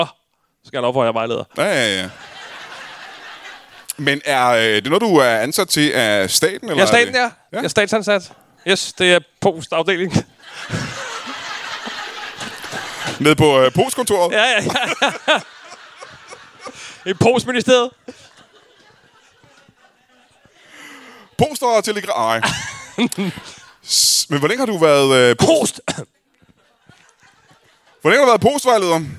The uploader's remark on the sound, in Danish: LIVE fra Ramsømagle